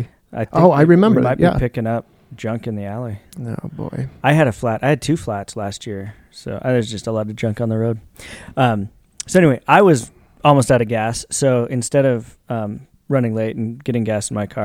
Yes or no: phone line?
no